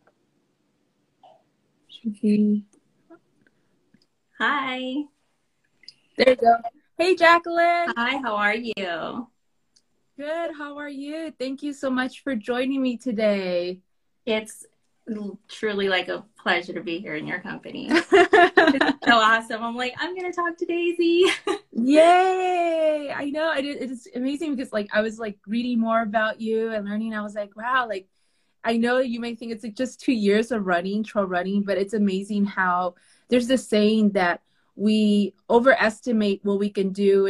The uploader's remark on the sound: In this IG Live